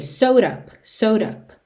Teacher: No sewed com up, ele usou rarara nesse D